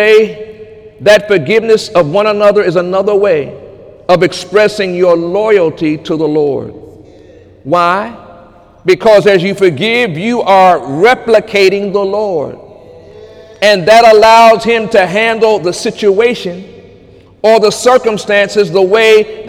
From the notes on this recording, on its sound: During Sunday morning service on June 24, 2018